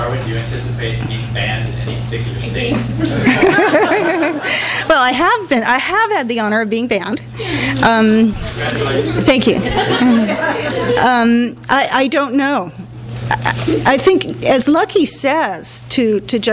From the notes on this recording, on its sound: THIS EVENT WAS RECORDED LIVE AT SKYLIGHT BOOKS SEPTEMBER 18, 2011.